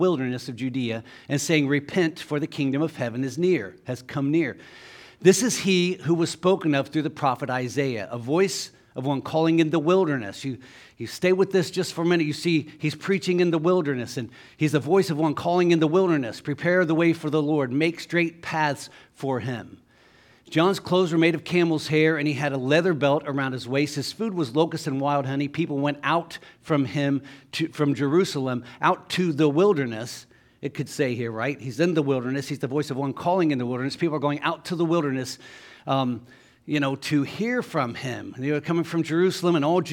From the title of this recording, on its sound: Sunday Morning Service